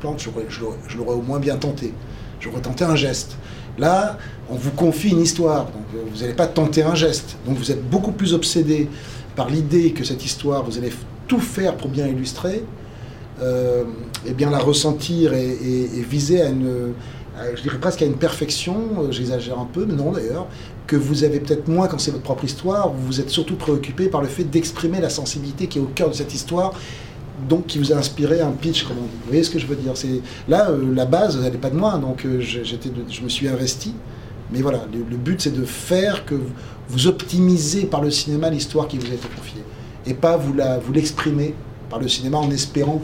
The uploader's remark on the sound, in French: lors d'une conférence de presse